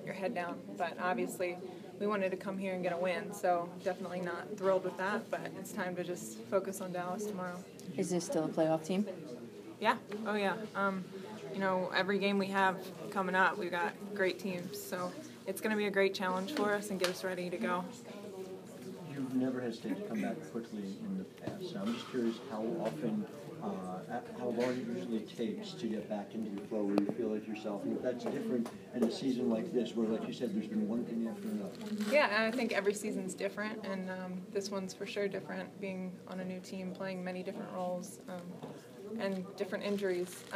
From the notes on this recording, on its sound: Speaks at her locker following the Washington Mystics' loss to the NY Liberty at Madison Square Garden.